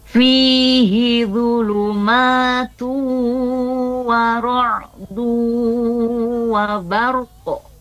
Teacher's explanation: Domatain ya, ketemu dengan huruf waw ya. Jadi un ya, n-nya dibaca masuk ke huruf waw dan disertai dengan dengung. · Term: Idgham bigunnah